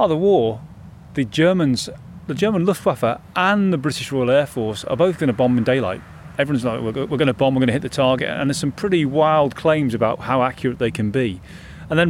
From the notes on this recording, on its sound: We stand in the middle of what was runway Number One at Grafton Underwood airfield. We visit Grafton Underwood church.